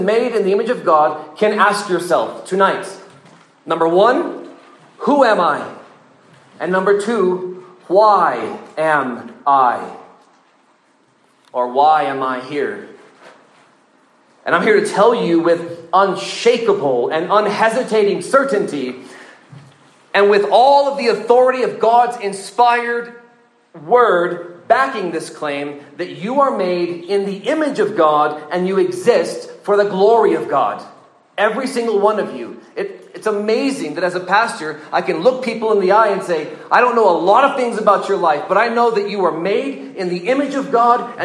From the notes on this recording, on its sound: This sermon was preached at the 2023 Engage Truth Student Summer Camp in Cloudcroft, New Mexico.